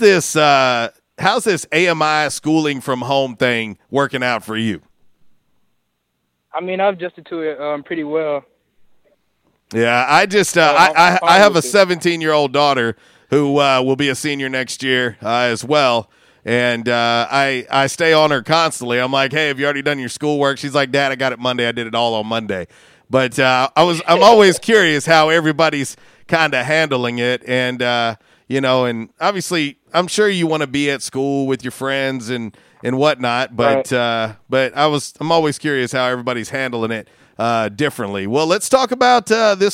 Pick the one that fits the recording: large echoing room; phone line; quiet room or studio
phone line